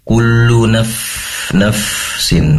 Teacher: pastikan fa ini mengalirkan nafas karena tempat keluarnya fa itu dari ujung lidah, maaf, ujung gigi seri atas ditempelkan ke perut bibir, bibir bawah ya.